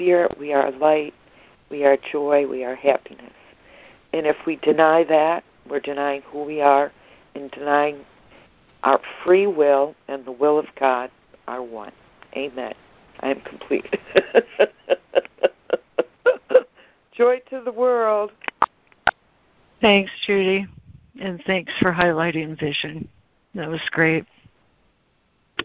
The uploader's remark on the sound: ACIM Daily Conference Call.